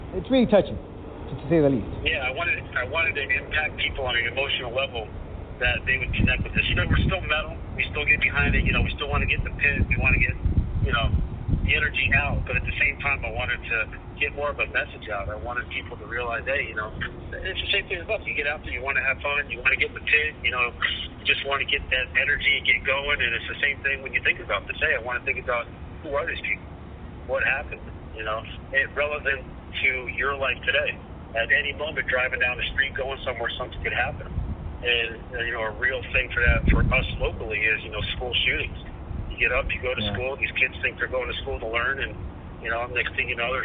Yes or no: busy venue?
yes